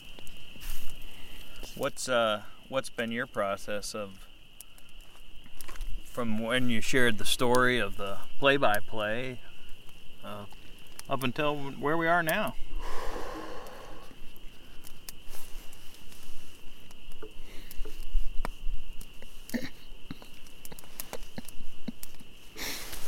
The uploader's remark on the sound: There's some bonus audio from around a BWCA campfire just days after the canoe capsized on the Temperance River.